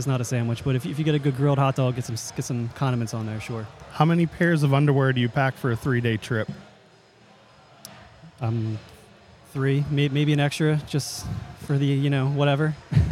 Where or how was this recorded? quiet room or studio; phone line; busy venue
busy venue